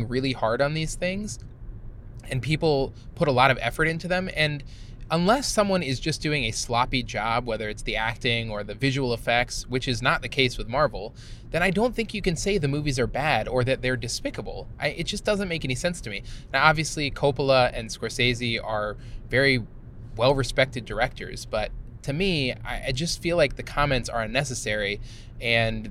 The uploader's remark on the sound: We are podcasting on the road (literally recording in the car driving back from a wedding).